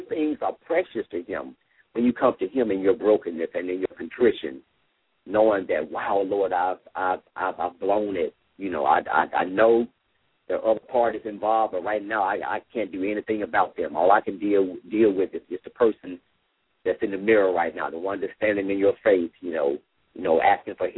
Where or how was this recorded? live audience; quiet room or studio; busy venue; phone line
phone line